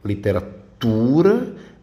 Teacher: o tu é a sílaba tônica, paroxítona